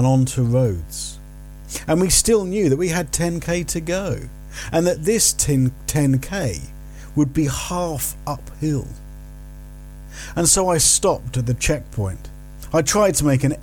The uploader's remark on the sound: North Downs Ridge. I needed to plug my laptop in whilst recording, creating an annoying electric hum I couldn't remove.